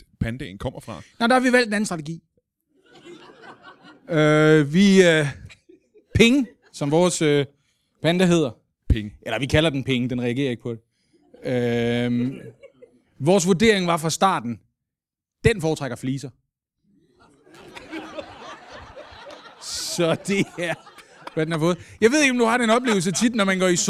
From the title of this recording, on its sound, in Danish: LIVE fra Holbæk